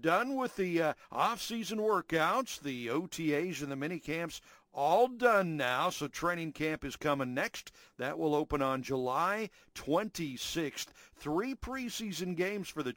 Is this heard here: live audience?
no